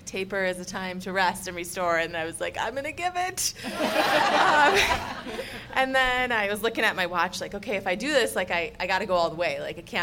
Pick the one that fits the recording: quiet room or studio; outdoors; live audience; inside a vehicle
live audience